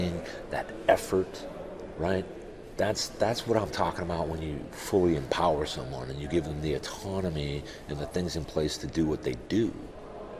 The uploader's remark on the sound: From Reliable Plant Conference 2023